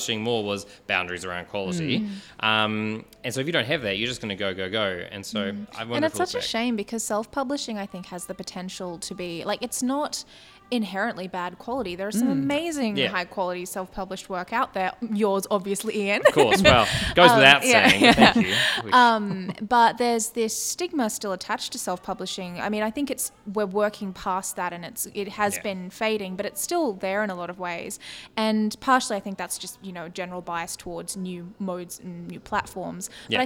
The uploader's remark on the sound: This podcast was recorded live at the Brunswick Street Bookstore .